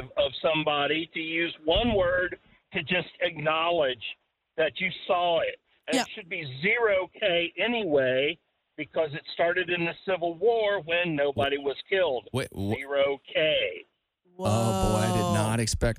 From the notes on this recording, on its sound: Listeners call